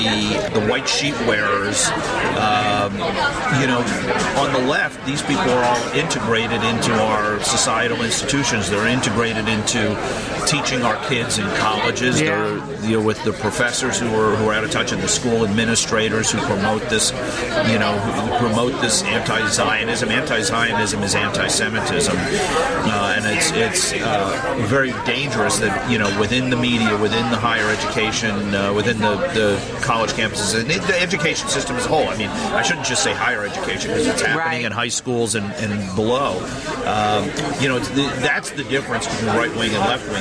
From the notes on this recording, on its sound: at the Capital Grille restaurant